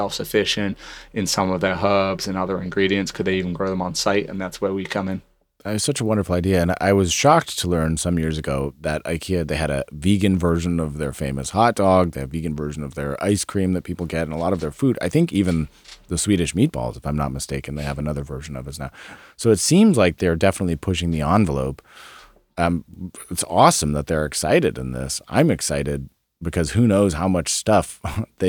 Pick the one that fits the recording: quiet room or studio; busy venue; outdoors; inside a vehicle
quiet room or studio